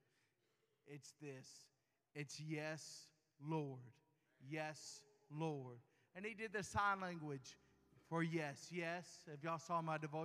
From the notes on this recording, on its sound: LIVE PRISON SERVICE FROM THE WYNNE UNIT. WITH 300 MEN HEARING THE GOSPEL.